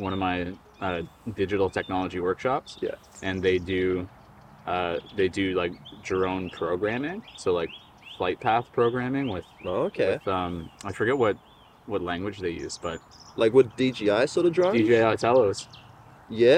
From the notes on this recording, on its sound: This episode of The FPV Podcast is very special being the FIRST episode to be filmed in-person, AND also outdoors too.